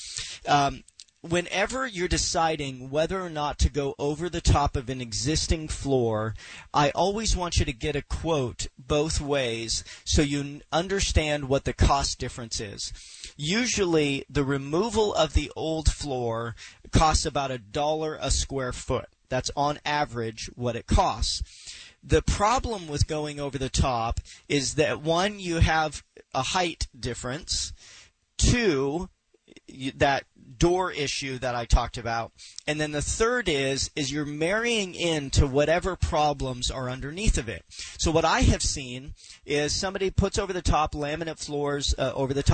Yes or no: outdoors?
no